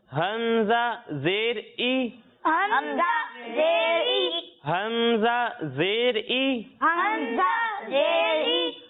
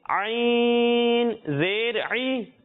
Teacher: ایک حرف ہے حمزہ اور دوسرا حرف ہے عین. جب ہم حمزہ کی ادائیگی کریں گے تو اسے حلق کے نچلے حصے سے پڑھیں گے اور جب ہم عین کی ادائیگی کریں گے تو اسے حلق کے درمیانے حصے سے پڑھیں گے